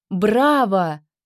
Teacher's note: Восторженно. «Браво!» Громко, с резким подъемом